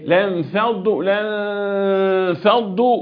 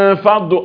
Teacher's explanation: النون اللي بعدها فاء بتقول لك من فضلك يا قارئ القران، هنا اخفاء